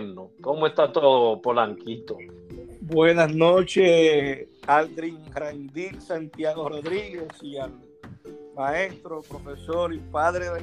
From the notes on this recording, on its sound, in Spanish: Es el encuentro virtual de una generación de Instructores. Por ellos se conservo el audio original sin cortes y preservar ese primer encuentro virtual.